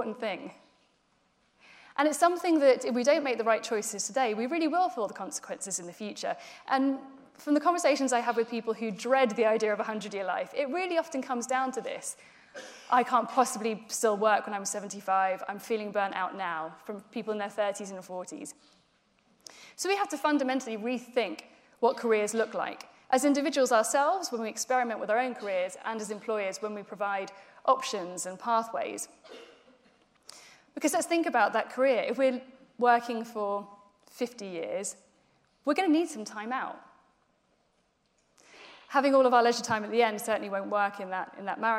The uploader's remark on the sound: In this speech from Changeboard's Future Talent Conference in 2018.